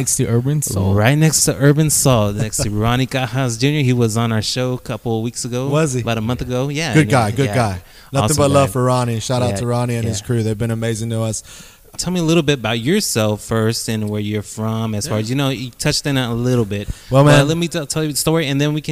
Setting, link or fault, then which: setting, busy venue